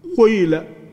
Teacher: يعني ضم الشفتين كأنه يهم بالضمة ولا ينطق بالضمة، للإشارة إلى أن الأصل في حركة القاف الضم. · Term: الإشمام